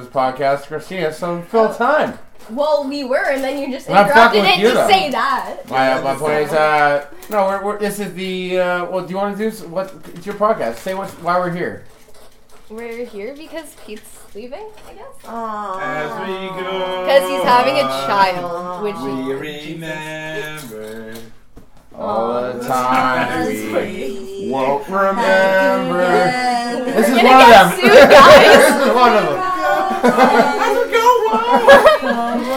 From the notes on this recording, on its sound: We had a going away party and recorded a 2 part episode of it.